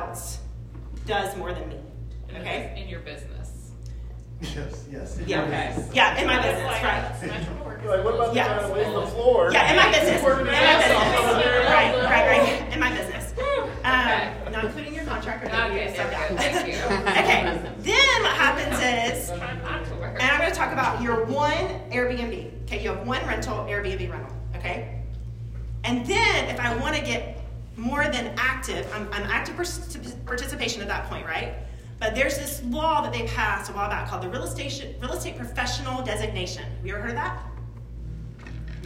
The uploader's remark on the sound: This episode is a recording from the Chapin Real Estate investment association